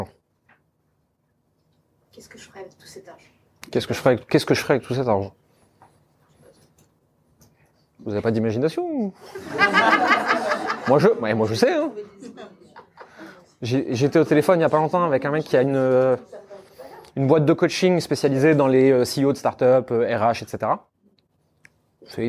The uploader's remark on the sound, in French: Ces 30 minutes sont l'enregistrement d'une conférence que j'ai donné il y a quelques mois pour nos clients.